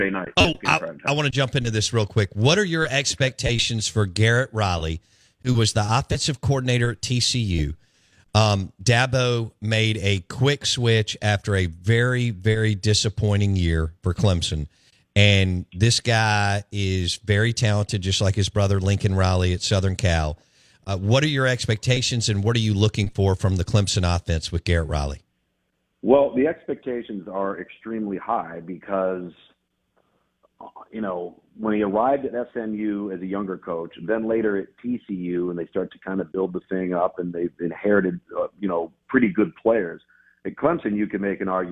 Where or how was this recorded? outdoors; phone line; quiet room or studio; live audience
phone line